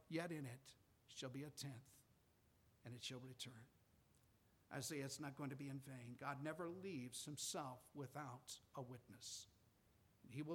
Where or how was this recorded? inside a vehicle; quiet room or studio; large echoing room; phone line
large echoing room